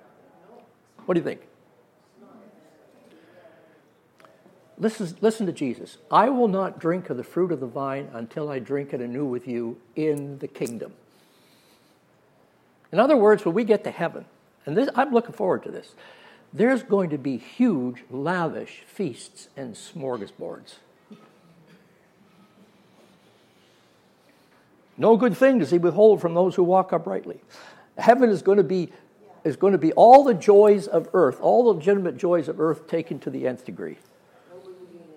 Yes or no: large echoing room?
yes